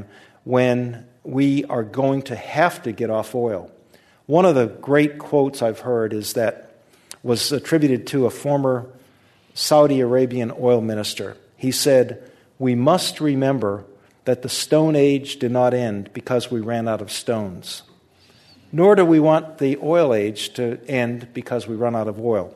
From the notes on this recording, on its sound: This program was recorded in front of a live audience at the Commonwealth Club of California on March 29, 2010.